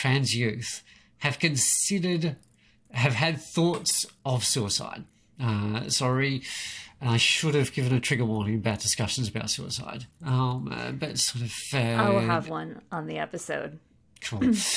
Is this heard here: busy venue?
no